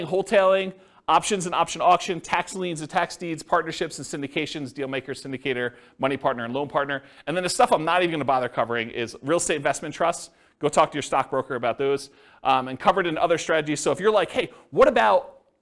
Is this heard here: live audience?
yes